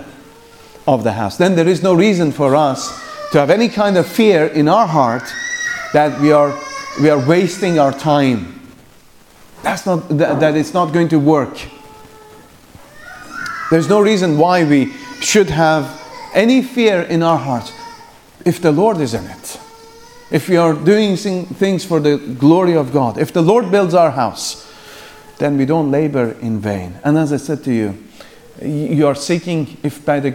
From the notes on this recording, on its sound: The morning session from the Free Southern Presbytery's 2nd Family Conference.